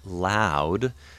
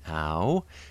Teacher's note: the ow phoneme has a nice, bright, forward, almost a-like quality at the beginning